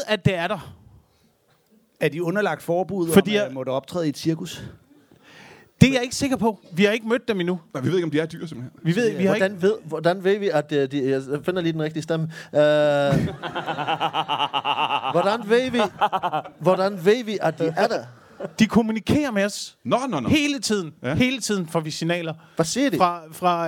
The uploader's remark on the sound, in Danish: Live fra HCA Festivals